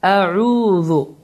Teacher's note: Yəni üzərində və ya altında heç bir simvol və hərəkə yoxdur və vavdan əvvəl ayn hərfinin hərəkəsi dammə olduğu üçün bu zaman həmin bu dammə iki hərəkə miqdarında uzadılır.